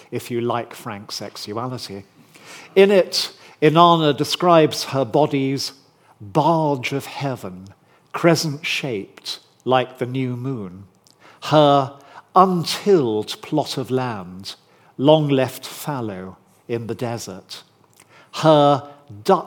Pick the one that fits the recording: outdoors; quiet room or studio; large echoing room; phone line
large echoing room